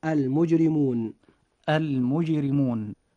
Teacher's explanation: لاحظ معي أخي المسلم أن حرف الراء جاء في هذه الكلمة مكسورا فيجب ترقيقه، فتنطق هذه الكلمة هكذا: المجرمون المجرمون.